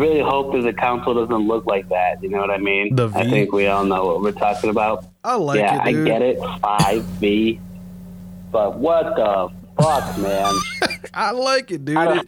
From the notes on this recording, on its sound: call in while on the road